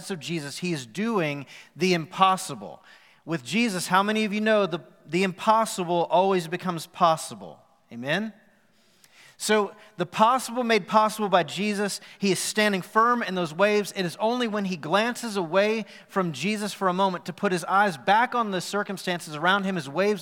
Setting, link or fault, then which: setting, live audience